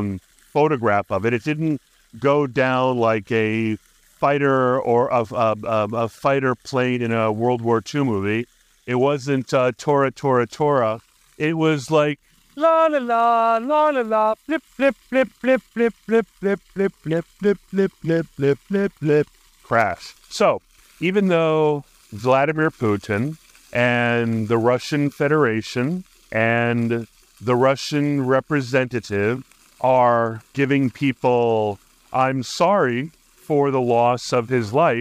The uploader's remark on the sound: While cycling to a park run. He briefly touches on the weather and his surroundings while recording this episode at Penrose Square Park, hinting at the joys and challenges of outdoor podcasting.